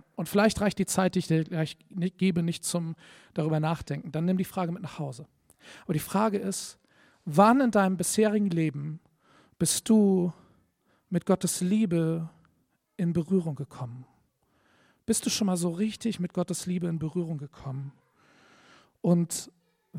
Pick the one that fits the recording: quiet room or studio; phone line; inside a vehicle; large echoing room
large echoing room